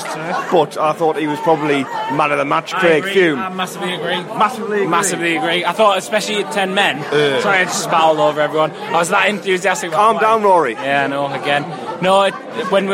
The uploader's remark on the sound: Met at the Hilton.